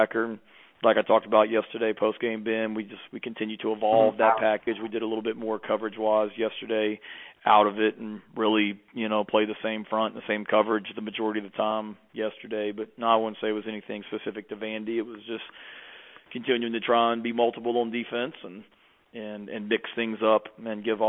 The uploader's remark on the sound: Sunday night conference call